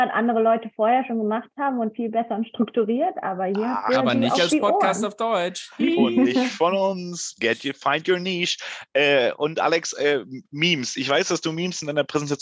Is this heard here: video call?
yes